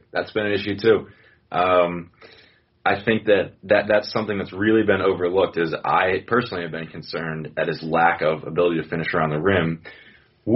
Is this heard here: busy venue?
no